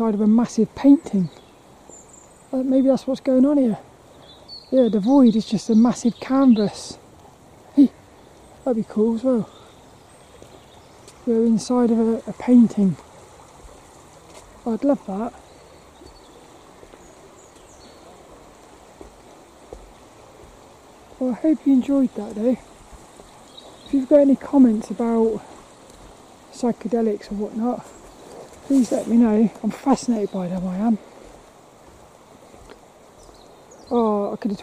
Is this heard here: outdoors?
yes